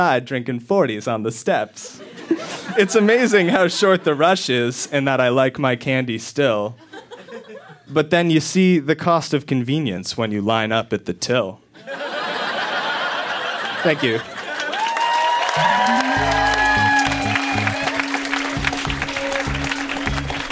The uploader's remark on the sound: Recorded live at Yuk Yuk's in Ottawa.